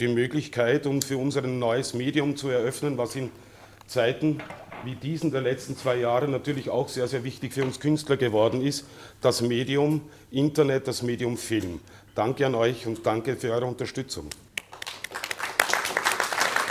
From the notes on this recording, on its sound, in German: Übertragung einer Kinovorführung mit Literaturlesung. Eine Produktion des Steyr Musikfestival 2021.